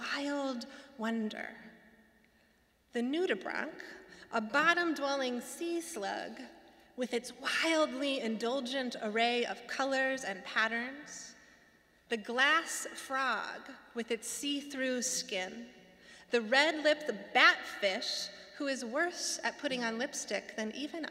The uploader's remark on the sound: Sermons from Old South Church in Boston